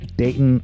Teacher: I pronounced it like the locals here do, day glottal stop in Dayton.